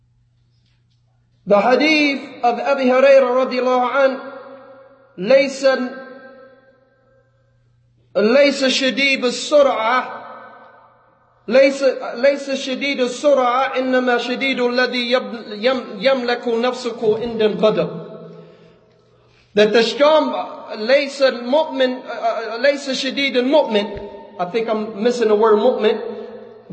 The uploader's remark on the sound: Lecture given at Masjid Nur Allah, Queens, NY